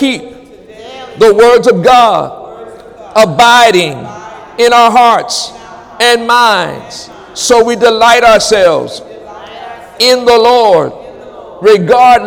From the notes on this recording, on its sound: During Wednesday night service on August 9, 2017